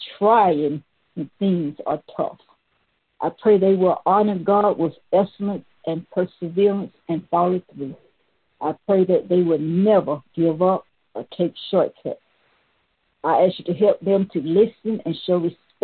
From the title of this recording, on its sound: Conference Call